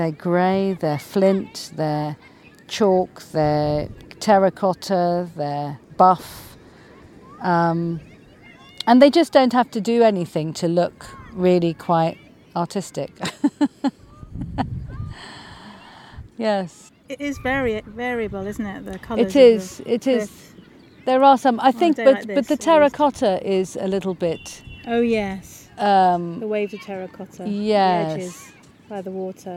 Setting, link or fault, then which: setting, outdoors